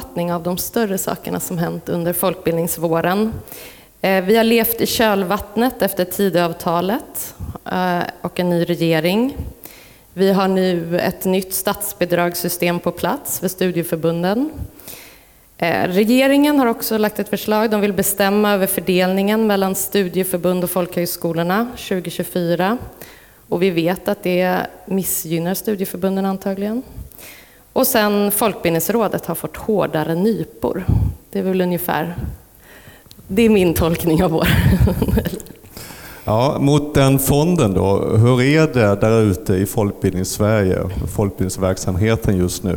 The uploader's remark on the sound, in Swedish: Livepodd från Almedalen